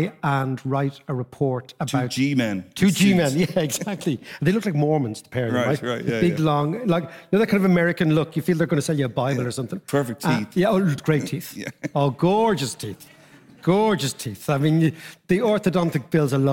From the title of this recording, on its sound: A live podcast straight from Kilkenomics